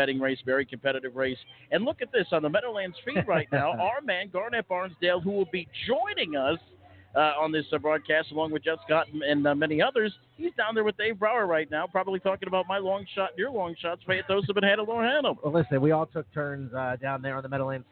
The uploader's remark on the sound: live remotes at Meadowlands Racing and Entertainment